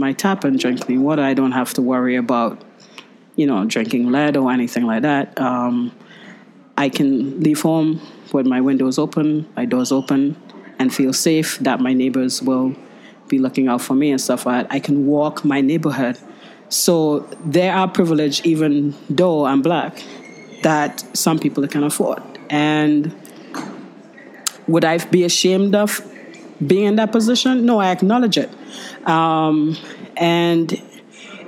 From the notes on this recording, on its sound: LIVE from Graham Sessions 2019 in Austin, Texas